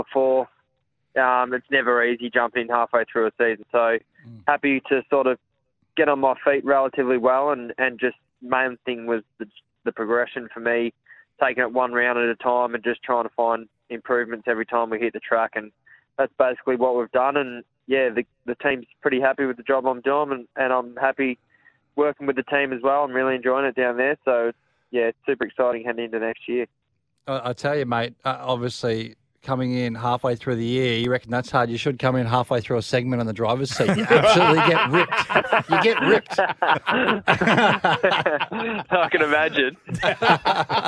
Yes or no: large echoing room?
no